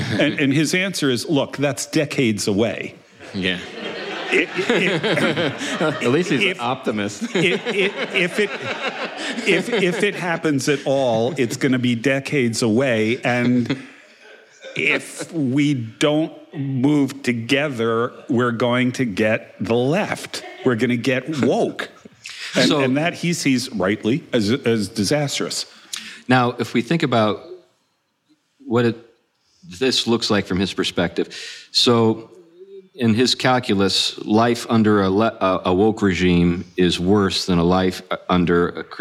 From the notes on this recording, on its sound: together live again this week, meeting at the Preservation Company in Huntsville, Alabama